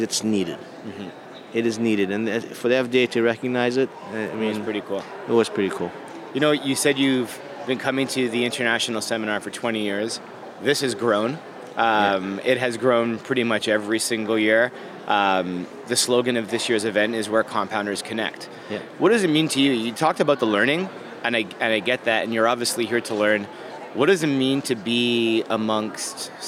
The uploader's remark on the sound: Live from International Seminar 2018. Recorded live at the 2018 International Seminar in Houston, Texas.